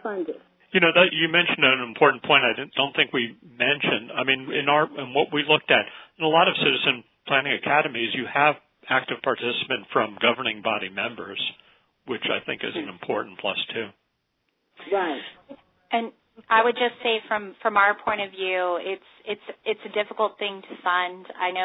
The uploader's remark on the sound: an hour-long conference call from June 11